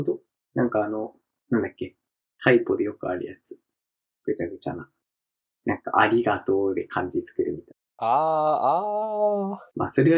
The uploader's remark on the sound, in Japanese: 音質悪すぎ&Bonus track寝起き過ぎてマジでごめんなさい。そろそろちゃんとしたマイク買います。